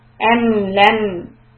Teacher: I'm giving a fraction of a second, like half a second extra to the meem sukoon.